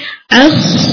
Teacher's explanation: آپ کا خو ہیوی ہوگا لیکن آ لائٹ ہوگا